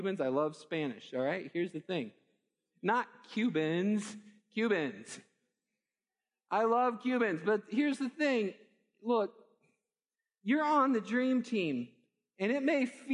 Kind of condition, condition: setting, large echoing room